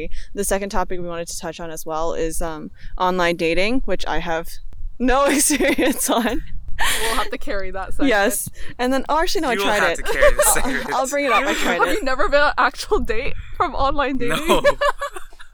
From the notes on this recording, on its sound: Please expect audio quality issues as we recorded this episode outdoors for a safe socially distant guest edition!